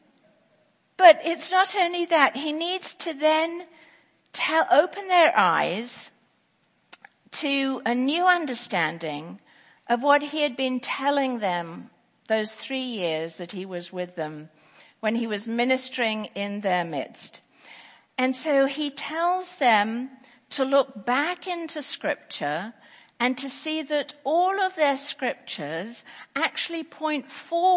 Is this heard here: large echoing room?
yes